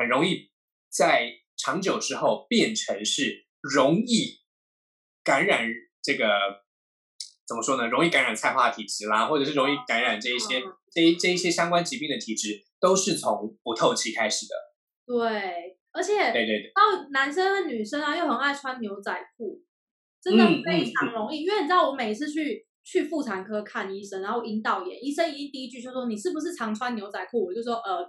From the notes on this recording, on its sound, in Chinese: 本集採遠距錄音，因網路問題，時有斷訊、音訊不良或是雜音狀況產生。